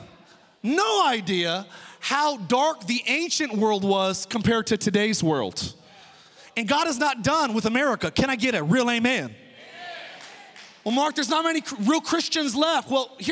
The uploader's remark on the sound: Oceans Church. Recorded from our 11am in person service in Meridian, Idaho.